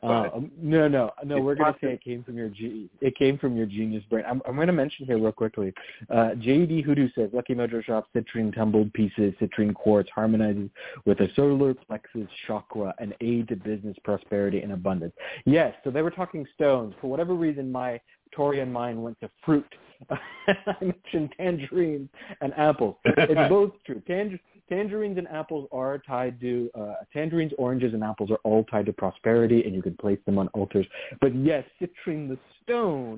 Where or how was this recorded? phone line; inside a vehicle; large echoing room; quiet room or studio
phone line